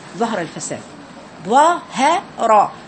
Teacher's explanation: هاء جت بين اثنين حرفين مفخمين الظا والراء